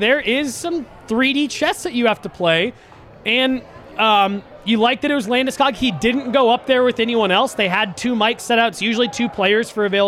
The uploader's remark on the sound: LIVE from the DNVR Bar